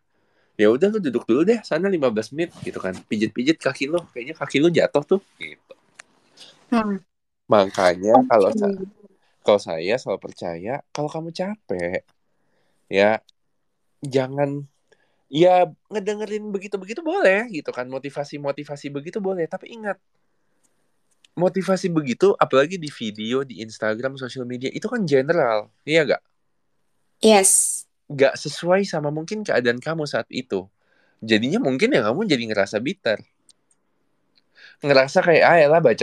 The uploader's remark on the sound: recording twitter space